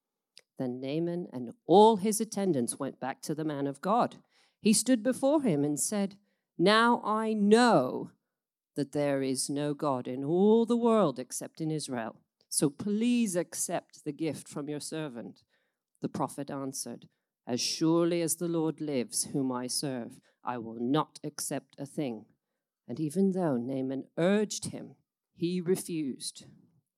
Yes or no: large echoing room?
yes